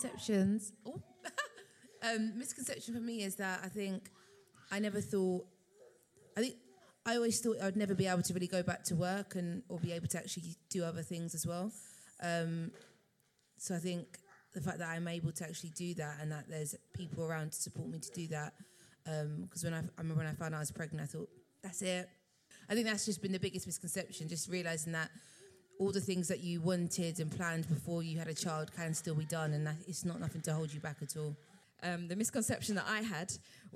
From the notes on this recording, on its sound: Part 3 of 'Badass Mums Live' at the Roundhouse